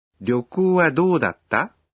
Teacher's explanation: Это вопросительное предложение, а значит, его нужно произносить, повышая интонацию.